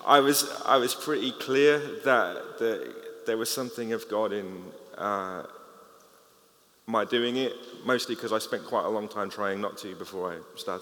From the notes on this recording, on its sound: The closing panel from the launch of the Mental Health Access Pack - Phase 2